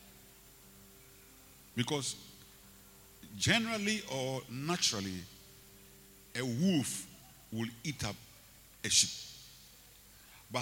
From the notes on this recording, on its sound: Preached at Rose of Sharon Cathedral, Catch the Anointing Centre Denomination, LA -Accra